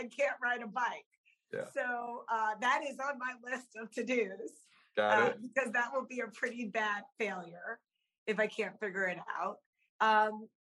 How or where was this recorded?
video call